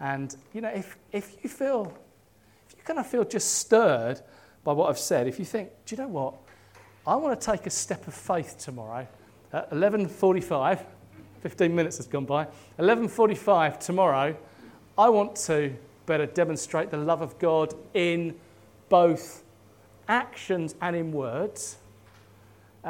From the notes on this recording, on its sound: At King's Church, Cockermouth, as an audio file.